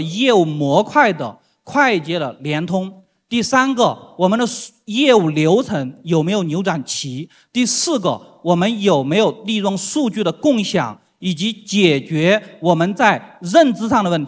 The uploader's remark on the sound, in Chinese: 在 2023 未来 CIO 数字峰会 上